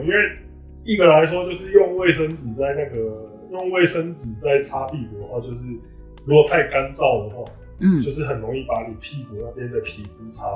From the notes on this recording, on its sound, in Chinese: 早期節目錄音品質不佳，敬請見諒